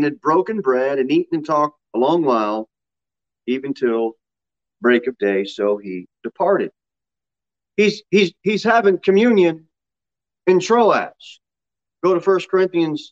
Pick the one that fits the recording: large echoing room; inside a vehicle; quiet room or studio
large echoing room